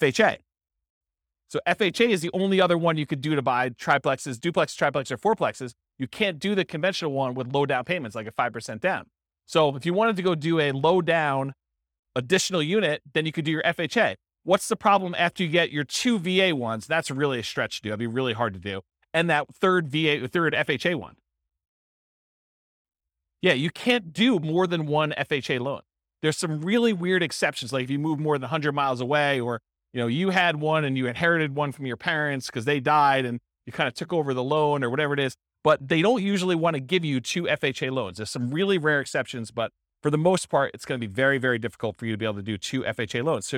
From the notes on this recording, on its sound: This was a live class recorded